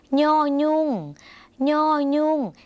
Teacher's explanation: ย่อยุ่งย่อยุ่งเสียงขึ้นจมูกนิดนึงนะคะ